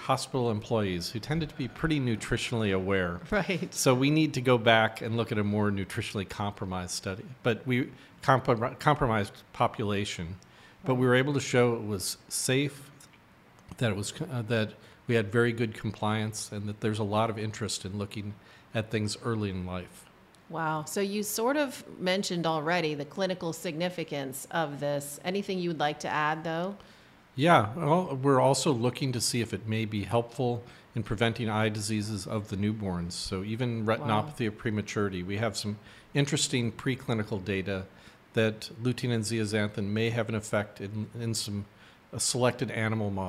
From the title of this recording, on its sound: Conversations with the Scientists at BON Conference